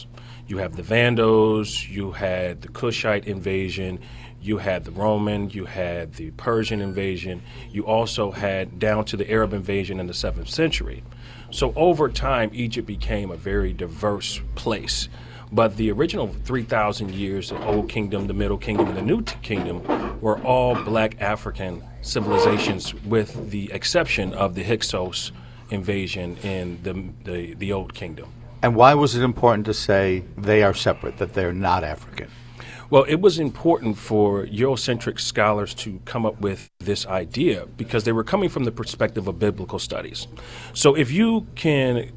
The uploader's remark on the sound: Live at the Golden Cup Cafe on Jefferson Ave. Broadcasts live just a block and a half from the shooting scene on Jefferson Avenue at the Golden Cup Café and Roastery.